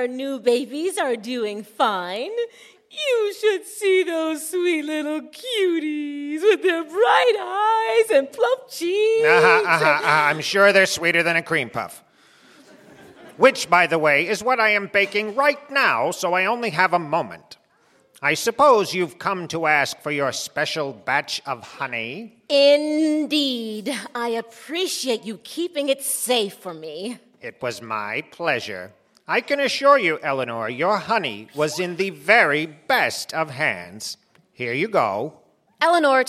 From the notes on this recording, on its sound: The Pot of Gold - live at Round House Theatre. Recorded live at Round House Theatre in Bethesda, MD.